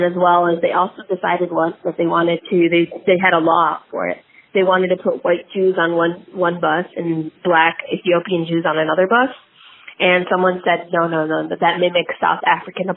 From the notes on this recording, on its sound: interviewed a close friend over the phone